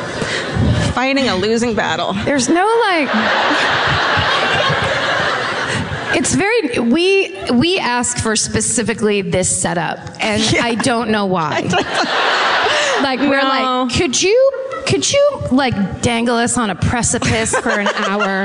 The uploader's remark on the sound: Live At The Wilbur. We're in the combat zone for a live episode of My Favorite Murder in Boston!